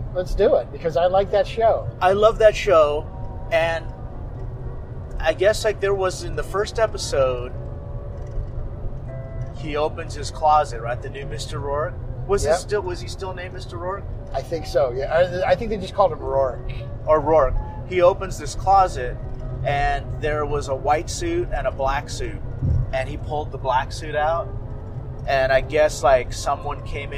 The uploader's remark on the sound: Phoenix Speakeasy Bar Crawl. We recorded this episode on the road trip out, leading up to the crawl, followed by a recap of each spot we visited.